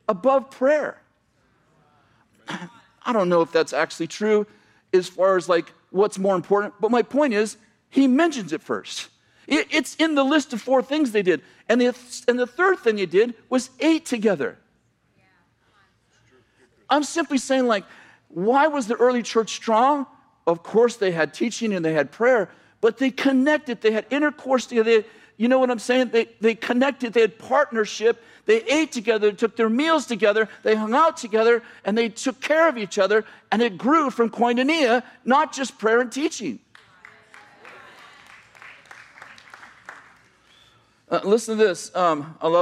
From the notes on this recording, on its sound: message from November 25th, 2018 at Bethel Church in Redding CA